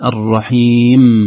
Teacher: خلي اللسان في مكانه ما يتحرك، الرحيم وليس الرحيم، القلقلة هذه ما تصلح في النون ولا في الميم